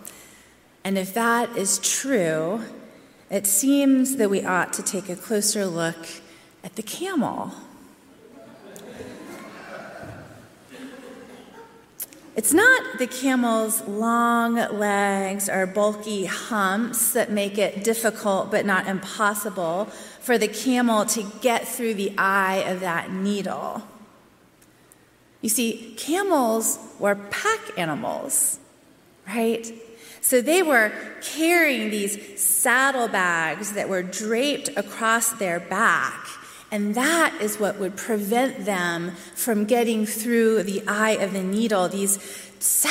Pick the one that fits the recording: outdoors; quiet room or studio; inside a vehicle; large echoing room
large echoing room